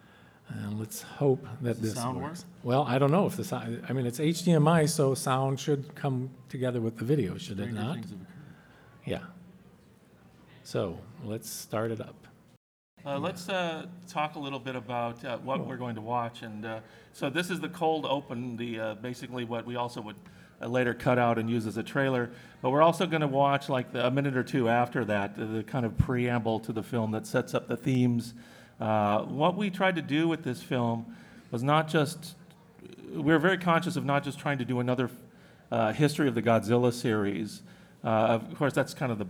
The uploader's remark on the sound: Live at G-Fest 2019